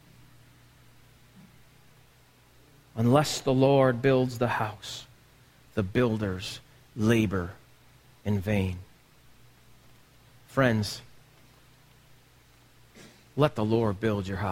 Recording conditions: large echoing room